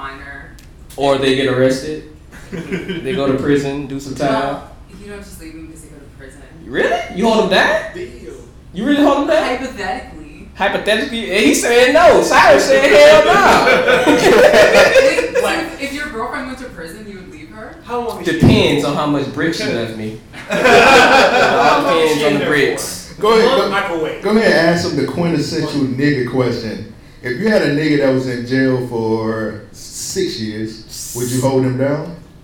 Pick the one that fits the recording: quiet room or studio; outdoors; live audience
live audience